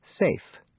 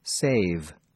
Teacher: Listen to the final voiceless and voiced consonant sounds.